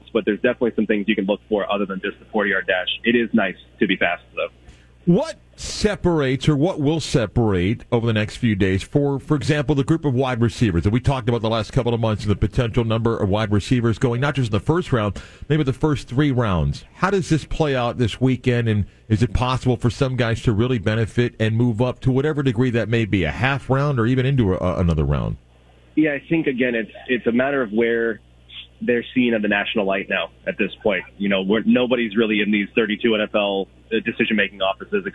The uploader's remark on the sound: Live From The Combine. Weekly visit goes on the road live from Indy.